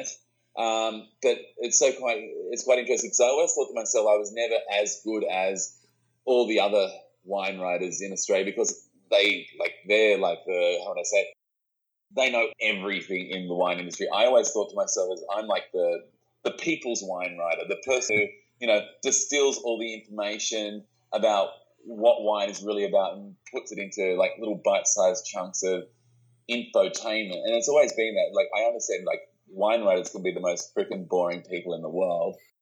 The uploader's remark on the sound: The sound quality came out a little shaky on this interview